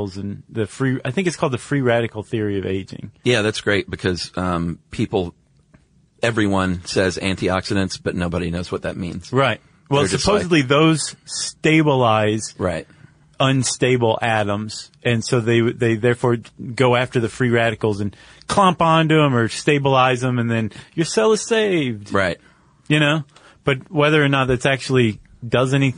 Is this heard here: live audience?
no